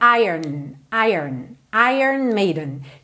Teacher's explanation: esse O, na verdade, não é pronunciado. Então, é como se a gente fizesse ire e já fosse direto pro N.